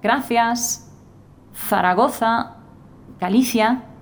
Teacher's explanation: that typical Spanish difference between th and s that is not made in Latin America